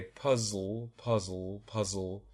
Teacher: I'm simply moving from friction at the alveolar ridge with the tongue tip z, to this little shift that opens up the side channels. It's the most efficient movement from one to the other. · Term: syllabic consonant